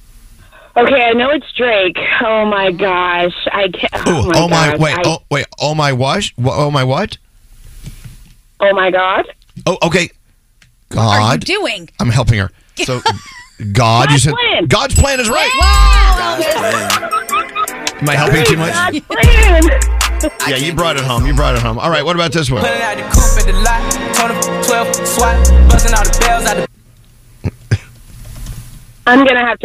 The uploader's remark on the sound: Phone Tap